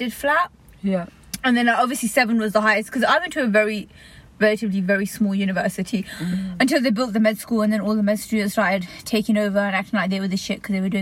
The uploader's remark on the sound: Today’s episode is recorded from the comfort of a car in a Maccy D’s car park, whilst we enjoy the simple pleasure of life, a McFlurry.